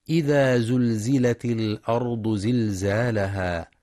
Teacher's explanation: ينتبه القارئ لكسر التاء في إذا زلزلت الأرض وصلا لالتقاء الساكنين، كما يراعى تفخيم الراء والضاد في الأرض وبيان صفة الصفير في الزاي، مع إثبات المد الطبيعي حركتين في زلزالها.